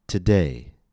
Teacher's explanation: The first syllable is short and neutral. T. The stressed syllable is long.